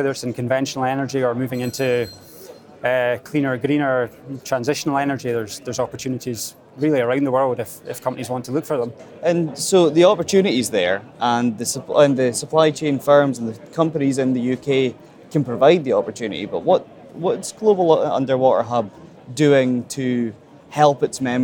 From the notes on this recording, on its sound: Next up at the Energy Exports Conference